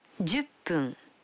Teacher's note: когда фун добавляется к 10, дю, то произносится пун